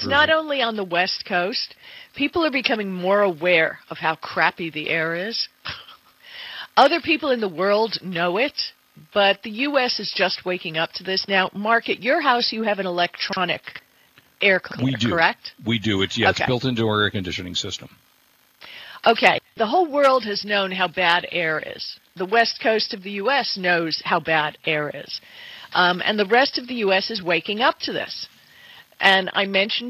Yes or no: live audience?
no